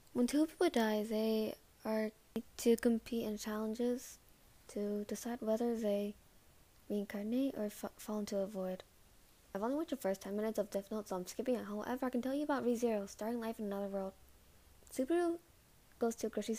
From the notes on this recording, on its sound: Warning: mic peaks a lot.